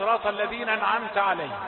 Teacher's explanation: قارئ يقرأ صراط الذين أنعمت عليهم يحذف الهمزة، هذا خطأ